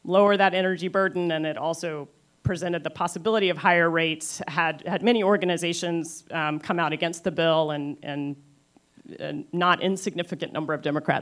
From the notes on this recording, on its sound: Live from the '22 State Energy Conference. NCSEA was lucky enough to be invited back to the 2022 State Energy Conference to host another live recording of the podcast.